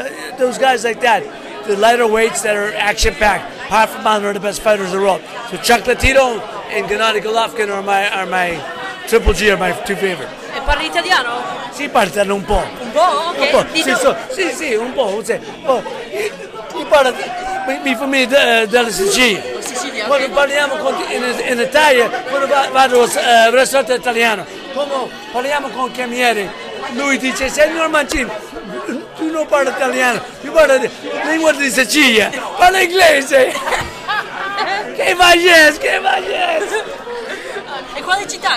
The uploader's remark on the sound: Location: Carmine & Sons Bar and Restaurant, Brooklyn. Event organizer: in conjunction with Federazione Italiana Baseball Softball.